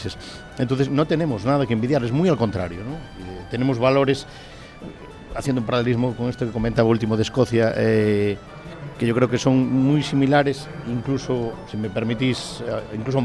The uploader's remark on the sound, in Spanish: Programa emitido el 22.01.22 en Capital Radio. Desde la feria internacional de turismo del IFEMA de Madrid, FITUR2022, grabamos este especial FITUR.